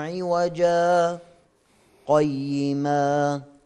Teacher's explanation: يقف على ألف كلمة عوجا فيسكت عليها من غير تنفس، يقف على الألف أو يسكت على الألف. · Term: السكت الواجب